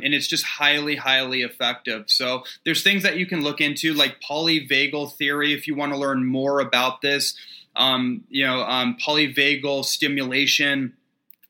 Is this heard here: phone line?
no